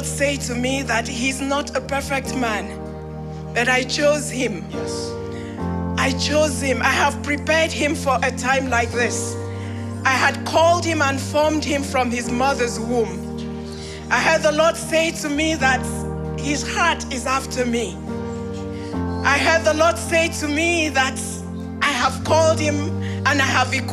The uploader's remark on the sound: Broadcasted live from The Father's House, Calgary, AB.